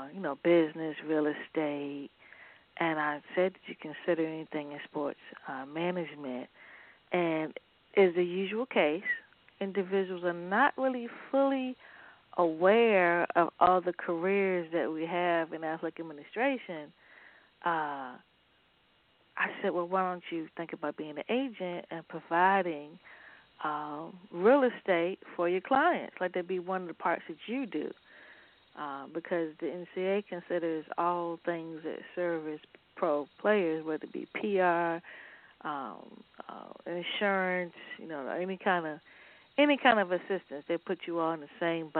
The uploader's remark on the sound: A Chat in the Garden.